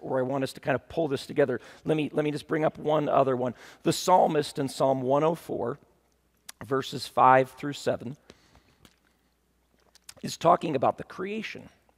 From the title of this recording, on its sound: at Timberline Church